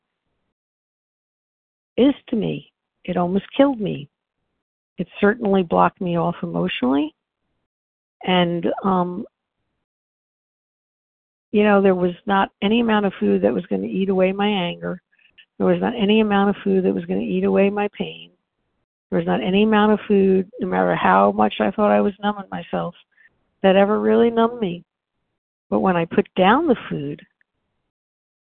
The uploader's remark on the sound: from the 100 Pounders Phone Meeting